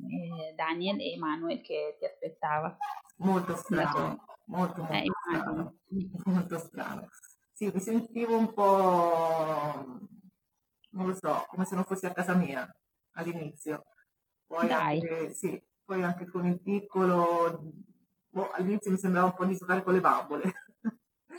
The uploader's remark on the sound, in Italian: la qualità audio è decisamente pessima